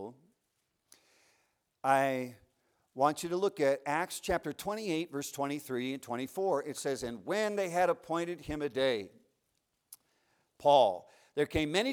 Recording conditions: large echoing room